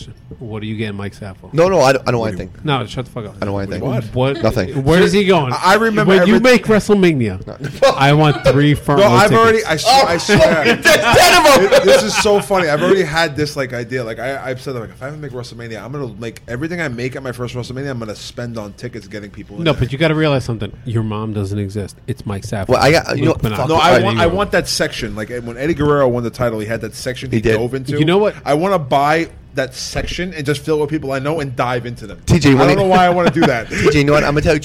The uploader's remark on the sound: The show was recorded from the legendary Jack Demseys.